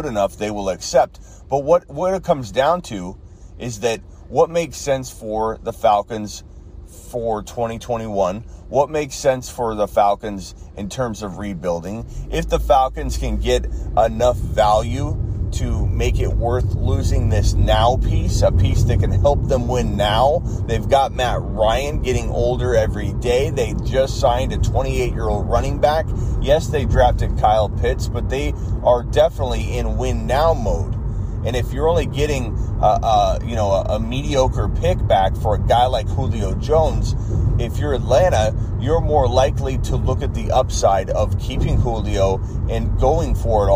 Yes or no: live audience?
no